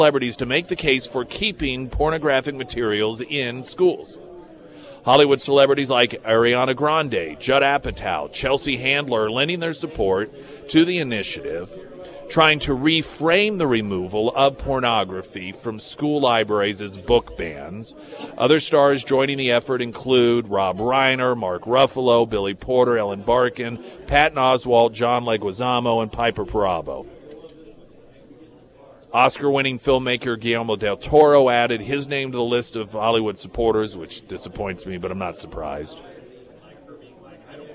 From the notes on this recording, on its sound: live at Scramblers Diner.